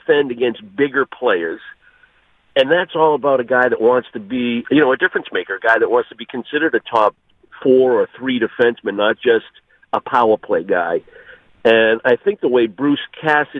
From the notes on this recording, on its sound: calls into the show